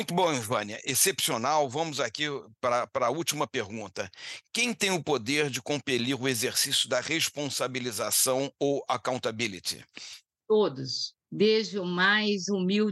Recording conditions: video call